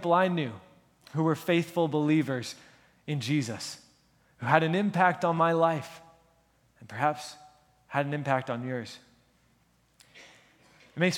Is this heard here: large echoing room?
yes